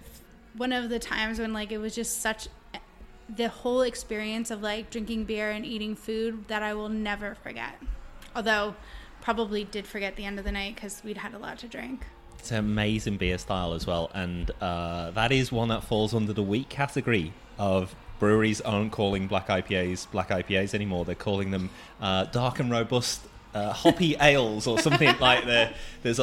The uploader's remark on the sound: This podcast was recorded at The Prince Alfred, Port Melbourne. This podcast was recorded at The Prince Alfred, Port Melbourne.